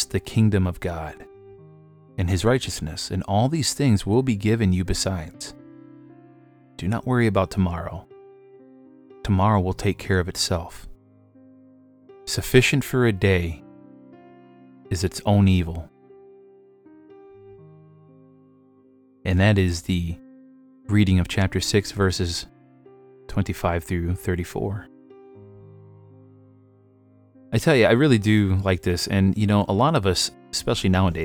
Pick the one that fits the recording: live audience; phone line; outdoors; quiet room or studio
quiet room or studio